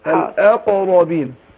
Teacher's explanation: القاف فيها حرف مقلقل عشان ساكنة هو الأقربين.